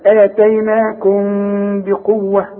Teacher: اوعى تضم لي شفايفك في الميم الساكنة اللي بعدها به يحصل انفراد في الشفايف · Term: إخفاء